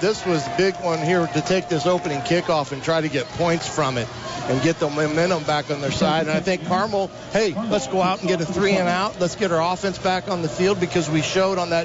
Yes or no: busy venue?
yes